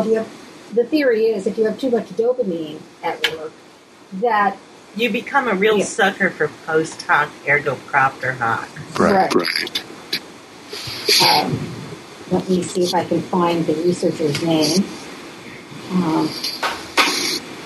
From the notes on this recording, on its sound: Audio is a bit wonky.